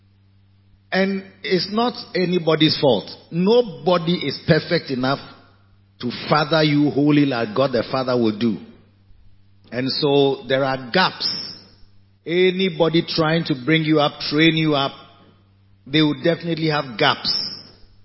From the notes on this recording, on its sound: Preached at the Christmas Day Service - Makarios Cathedral, HQ. Preached at the Christmas Day Service - Makarios Cathedral, HQ.